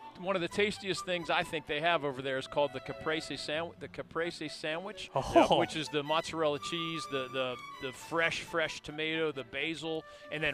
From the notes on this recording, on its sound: live from ACC Kickoff in Charlotte